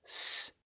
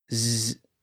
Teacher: The sound just flows through the windpipe unrestricted, and the sound is actually made in the front part of your mouth. But notice what happens when we make the same S sound, and then we constrict those vocal folds to make them vibrate. The sound goes from S to Z.